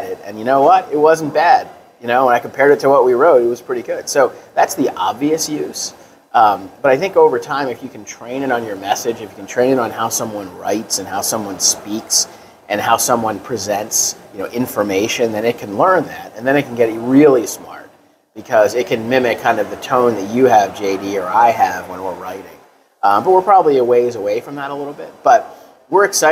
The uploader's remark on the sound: Live at their Cvent Connect conference in Las Vegas.